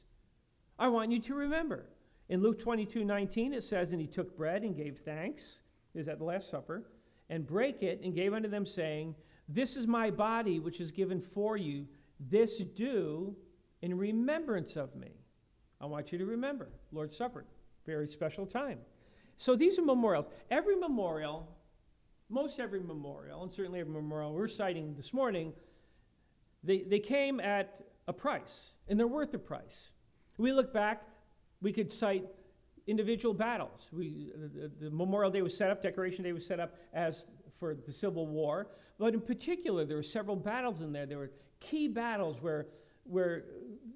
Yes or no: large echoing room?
yes